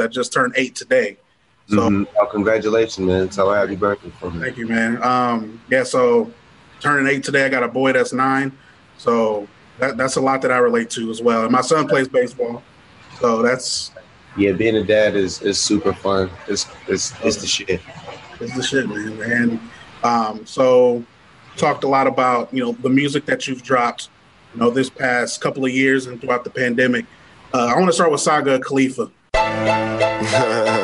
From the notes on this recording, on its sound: broadcasts live from The Prosper Cannabis Company for a Happy 420 Celebration of music